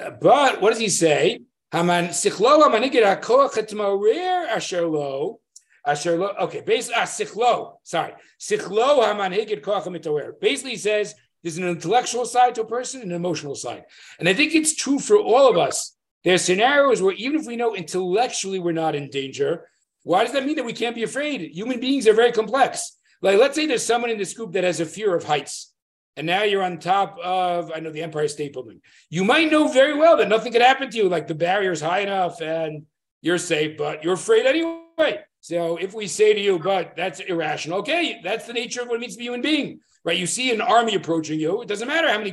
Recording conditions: video call